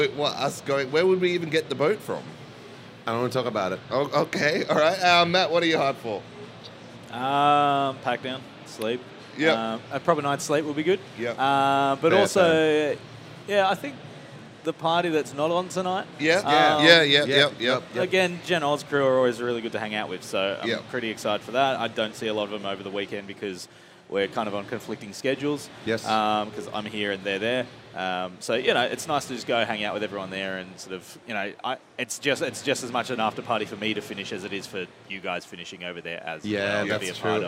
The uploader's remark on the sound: Pax Aus 2023. Recorded on the showfloor itself inside the Audio-Technica booth!